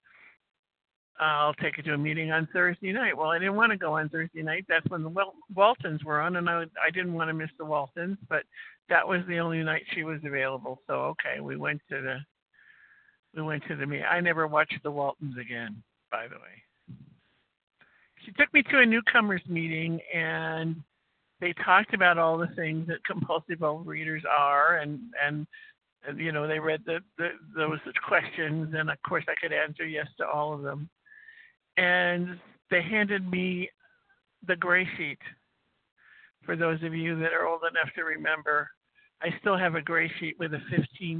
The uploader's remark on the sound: qualification from the 100 Pounders Phone Meeting